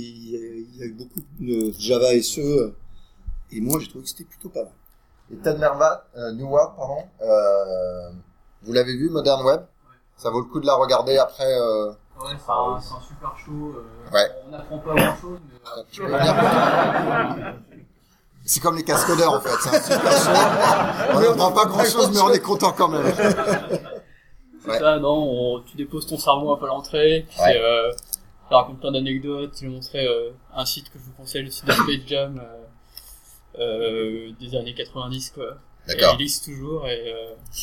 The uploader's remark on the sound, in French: En direct de Devoxx 2014. Episode en direct de Devoxx Belgique résumant et concluant ce cru 2014. Live Crowdcasting.